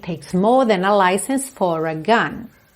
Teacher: Mas, no final, for a gun, aí eu enrolo o R para poder juntar no A, ok?